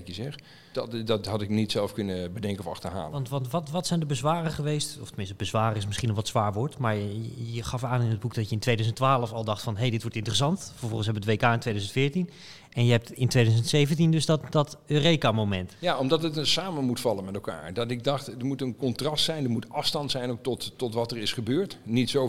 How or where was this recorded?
busy venue